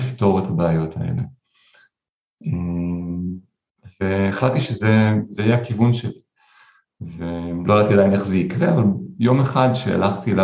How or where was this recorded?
video call